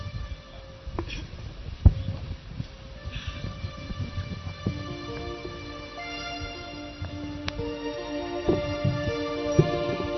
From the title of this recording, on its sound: 2022 Festival of Nine Lessons and Carols. - Chapel of His Resurrection Enugu